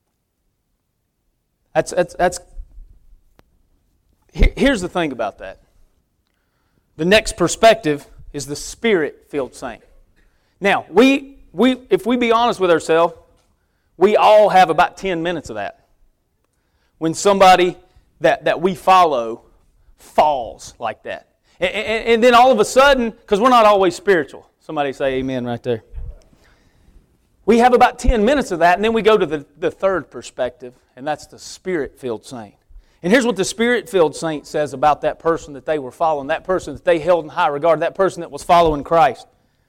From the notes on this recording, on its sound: preaching at Victory Way Baptist Church